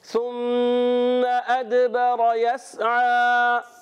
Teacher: को सीन को नहीं हिलाना, और आयन पर खड़ा जबर है, आयन हलक के दरमियान वाले हिस्से से एक अलिफ खींच कर अदा करेंगे